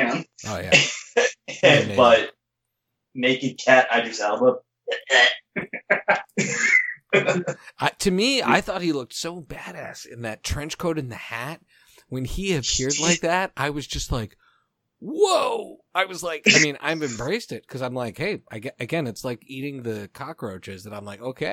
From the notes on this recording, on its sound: Technical difficulties this episode, bros. We hope you enjoy this episode regardless of our sound.